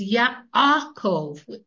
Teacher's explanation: It's an ayin well back in the throat.